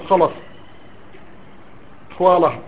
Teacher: عندهم اللام إذا كانت في كلمة فيها الخاء يفخمون اللام